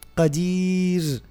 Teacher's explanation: في قوله قدير ما نقلبش اللسان في آخر نطق الراء · Term: ترقيق الراء